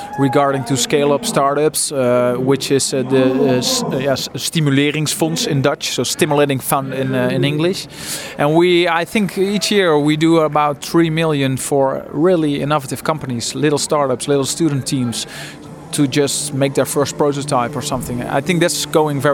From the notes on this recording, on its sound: We recorded the interview at the official opening of the Una Paloma Blanca language hub.